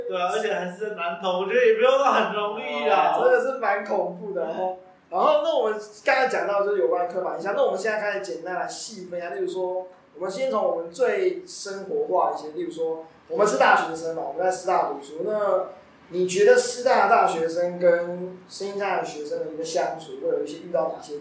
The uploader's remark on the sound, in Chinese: 錄音設備真的很陽春